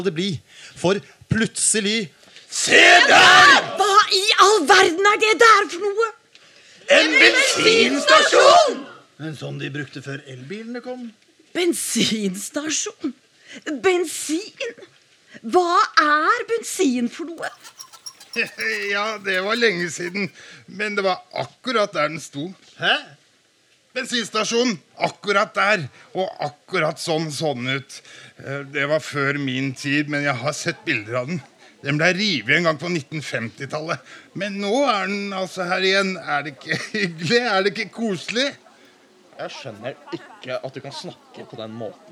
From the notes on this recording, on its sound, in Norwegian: Spilt inn under festivalen Sånafest, direkte foran publikum. Produsert av Sånafest.